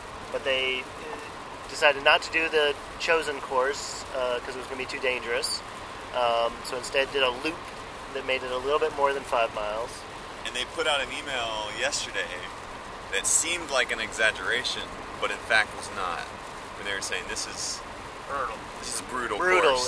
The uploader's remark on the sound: Sorry about the sound quality: we recorded this in a car racing down the highway while sleet poured down.